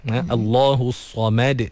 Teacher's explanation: Sebab sad dia tebal. Mim kena nipis.